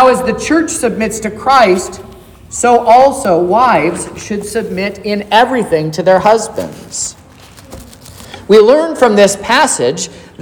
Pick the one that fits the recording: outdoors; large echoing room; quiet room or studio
large echoing room